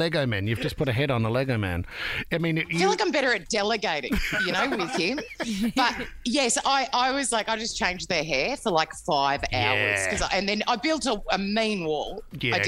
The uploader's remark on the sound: called in today